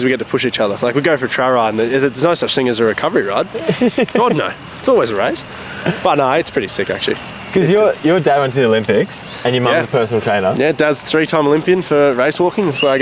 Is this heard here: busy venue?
yes